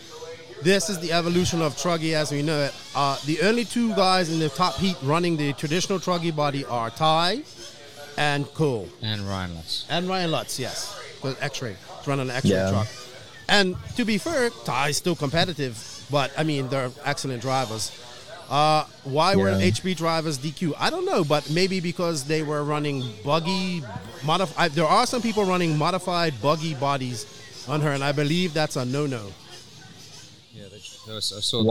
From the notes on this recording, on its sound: Live from Day #2 of Qualifying at the ROAR Fuel Nationals. Hopefully the internet cooperates with us and we can do this live so bare with us please.